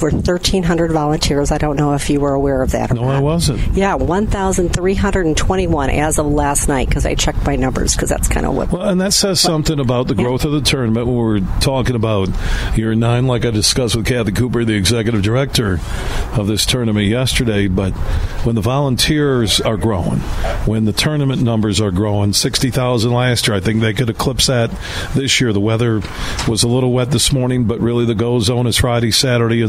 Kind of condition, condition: setting, busy venue